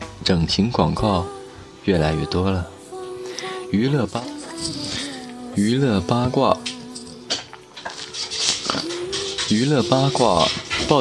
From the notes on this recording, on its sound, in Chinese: 边走边聊着